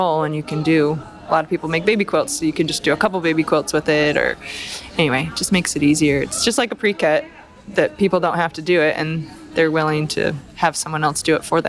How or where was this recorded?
busy venue